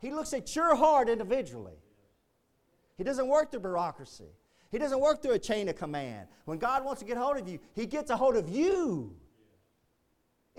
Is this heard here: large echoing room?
yes